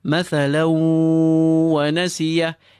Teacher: We assimilate the tanween and the waw which we apply hunna to. · Term: idgham